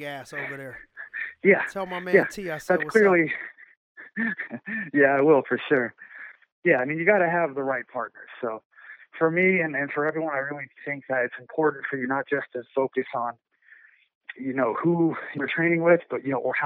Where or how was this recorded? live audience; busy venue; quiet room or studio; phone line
phone line